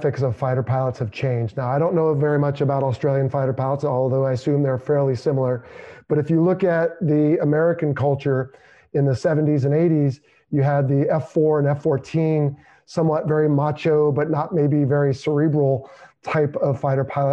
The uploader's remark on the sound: This Zoom interview was originally recorded during a late 2020 happy hour session for FPP Patreon supporters